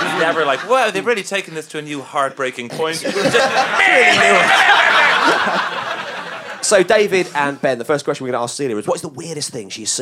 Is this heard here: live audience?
yes